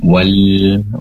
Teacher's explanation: Kemudian alif lam ataupun lamnya wal, pastikan lam disempurnakan sifat inhirafnya, kecenderungan lam pada huruf nun. Wal, durasi penempelan lidah depan ke langit-langit lebih lama ditempelkannya agar tertunaikan sifat inhirafnya